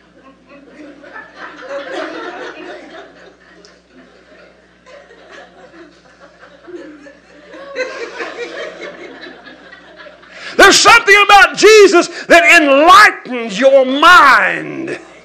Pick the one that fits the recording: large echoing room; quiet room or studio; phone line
large echoing room